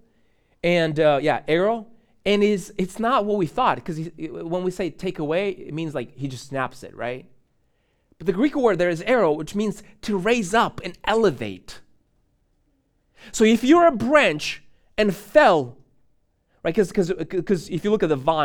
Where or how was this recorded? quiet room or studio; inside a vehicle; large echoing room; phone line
large echoing room